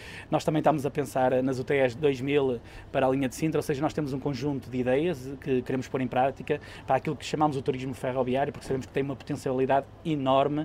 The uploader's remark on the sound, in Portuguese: Episódio gravado numa carruagem napolitana, entre Águeda e Serenada do Vouga, a 25 de Abril de 2021.